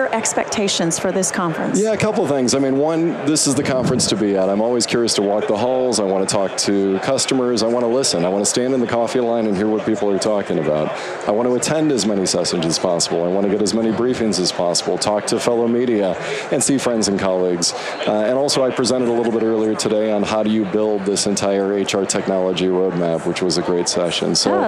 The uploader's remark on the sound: LIVE from Las Vegas, at #HRTechConf